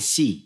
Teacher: è come sciare però con la, con la lingua dietro i denti